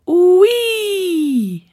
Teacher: And they transition from oo back to E to say wee.